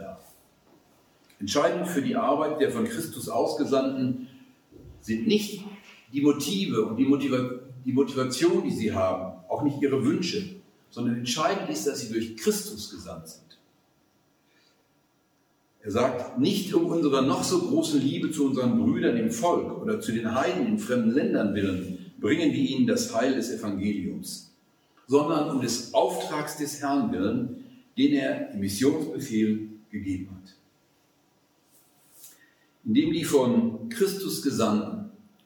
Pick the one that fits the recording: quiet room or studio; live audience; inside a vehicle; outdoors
live audience